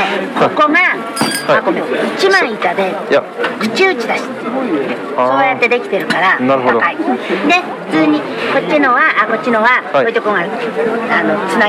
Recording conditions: busy venue